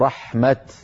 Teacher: حفص رحمه الله يقف عليها بالتاء المبسوطة كالرسم تماما